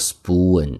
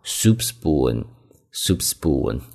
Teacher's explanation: S 后面的 p 读 b,这是一个清辅音浊化